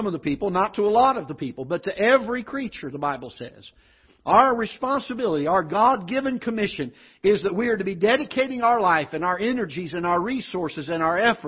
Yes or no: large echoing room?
yes